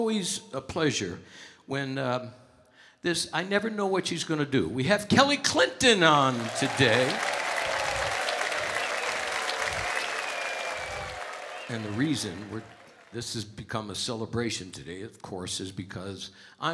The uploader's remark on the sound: Live at the South Point